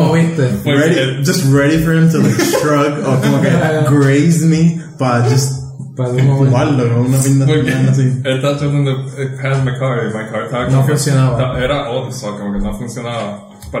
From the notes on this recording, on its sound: Audio sucks because we used the wrong mic